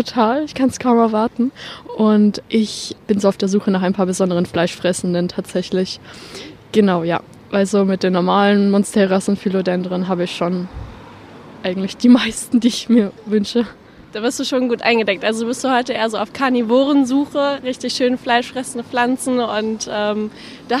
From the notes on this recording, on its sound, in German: Plantstagram auf der Botanika in Hamm. Sieben Stunden haben wir gequatscht und aufgenommen.